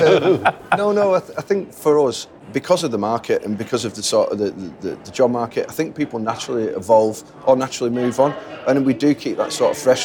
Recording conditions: busy venue